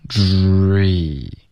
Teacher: 它是要有一个滑动的开头嘴唇是撅起来的然后结尾嘴唇就放松了 · Term: 撅嘴